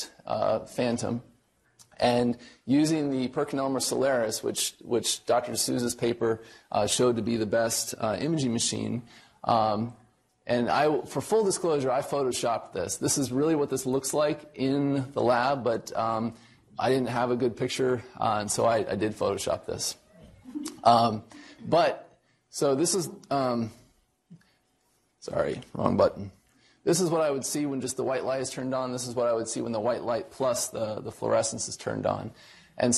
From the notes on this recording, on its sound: Norris Cotton Cancer Center Grand Rounds